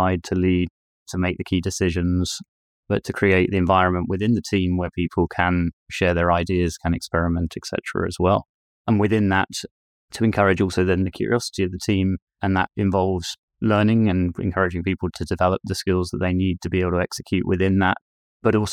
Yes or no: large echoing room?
no